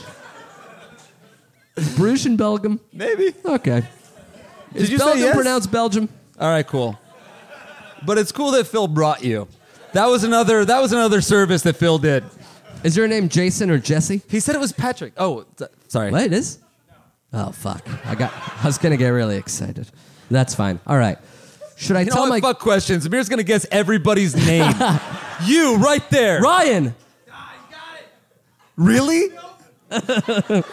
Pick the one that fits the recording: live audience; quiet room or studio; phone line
live audience